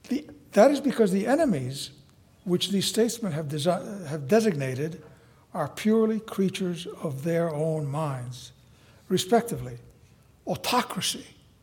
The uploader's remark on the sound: Audio recording of a lecture delivered on April 19, 2017